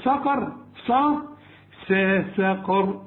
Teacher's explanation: القاف هي المفخمة والراء مفخمة عند الوقف وعند الوصل